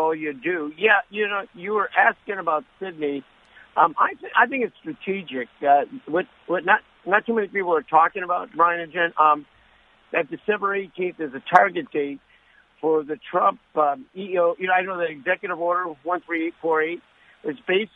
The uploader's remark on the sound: Open the phones to see how the listeners are feeling